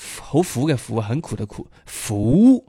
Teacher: 从高音位置开始慢慢往上起 · Term: 音上